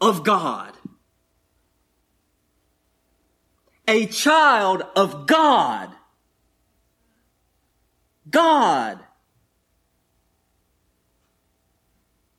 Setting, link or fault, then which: setting, large echoing room